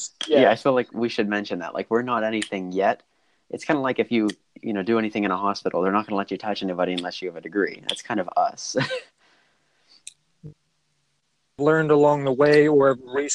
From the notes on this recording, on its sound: Sorry for the minor sound issues